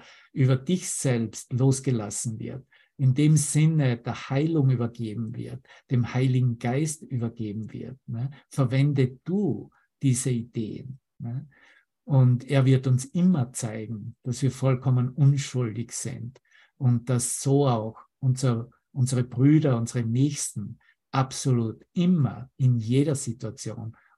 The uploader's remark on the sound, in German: Zoom-Session. Veranstaltet von der Aleph Akademie.